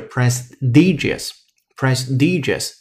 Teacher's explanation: 这里边的 t 呢，我们读的是浊音的，所以是 prestigious，prestigious 这样的一个声音。还有一点啊，也要提醒说一下，结尾的时候不许发儿化音，您不能读 prestigious，不对，prestigious，prestigious 就对了。这单词英英解释是这样的，您参照讲义来看。A prestigious situation, job, or activity is respected and admired by